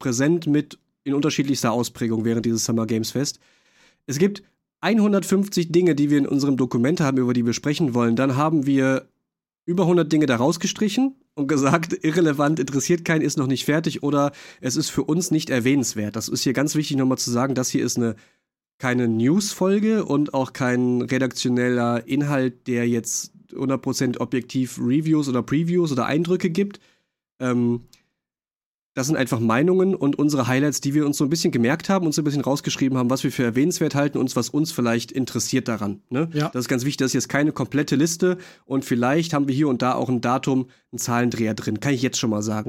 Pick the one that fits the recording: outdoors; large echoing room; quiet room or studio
quiet room or studio